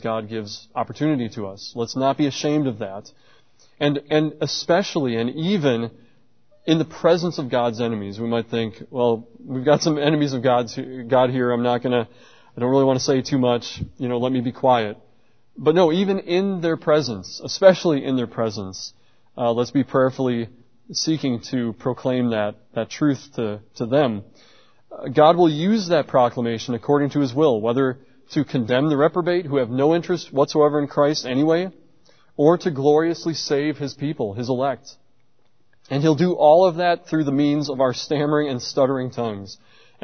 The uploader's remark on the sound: at Covenant Baptist Church in New Berlin, Wisconsin